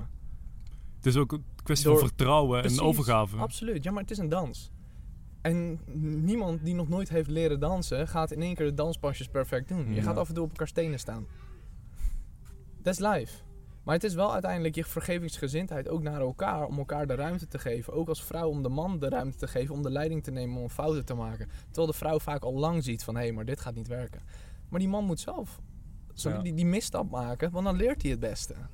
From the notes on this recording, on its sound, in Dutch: We hebben het gesprek buiten opgenomen, midden in de natuur dus je hoort af en toe een vogeltje of een ander geluid.